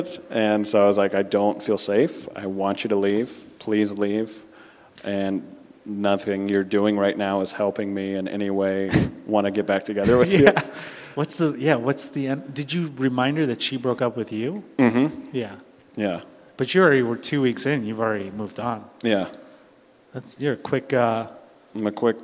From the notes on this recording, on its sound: LIVE from Cubby Bear SINGLES ONLY!